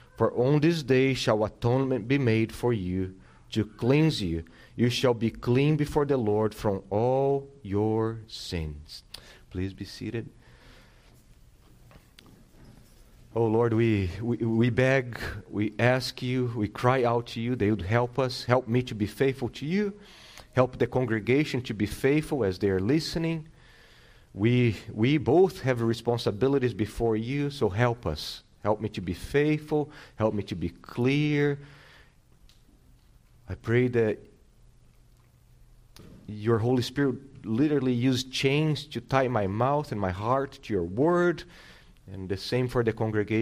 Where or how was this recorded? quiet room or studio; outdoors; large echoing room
large echoing room